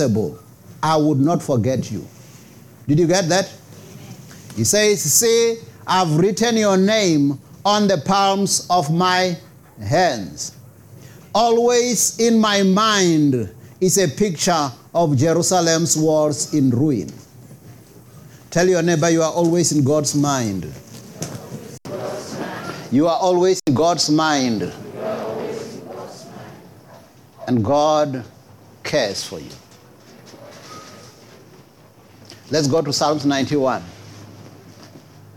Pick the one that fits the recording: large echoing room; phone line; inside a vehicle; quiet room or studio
large echoing room